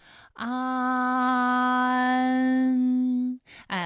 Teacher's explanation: 和昂，蚕字呢是前鼻音，有前鼻韵母安。好，那么关于带安的前鼻韵母啊，我们再放到一起对照，再来看一看它们的发音要领。首先，安发音的时候呢，起点元音是前低不圆唇元音啊，舌尖抵住下齿背，舌位降到最低，软腭上升，关闭鼻腔通路啊。那我们从前啊开始，舌面升高，舌面的前部抵住硬腭的前部，当两者将要接触的时候，软腭下降，打开鼻腔通路，紧接着舌面前部与硬腭的前部闭合，使在口腔受到阻碍的气流从鼻腔里透出，口型由开到合，舌位移动比较大。